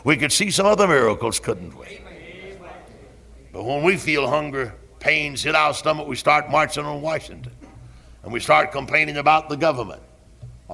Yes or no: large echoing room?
yes